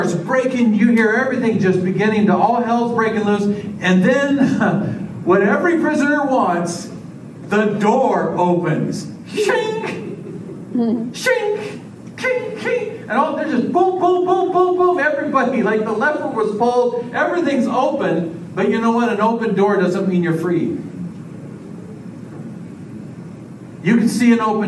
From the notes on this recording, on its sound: This is a sermon I preached at the Union Gospel Mission Men's Shelter on April 11th, 2023.